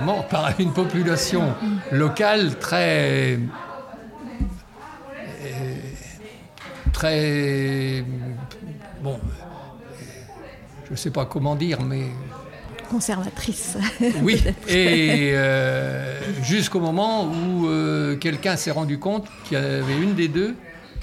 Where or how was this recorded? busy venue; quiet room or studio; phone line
busy venue